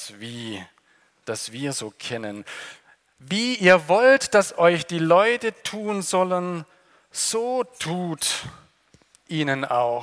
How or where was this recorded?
large echoing room